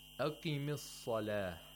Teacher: We have qaf, but this time it has a kasra. So we have the lowest level of tafkhim.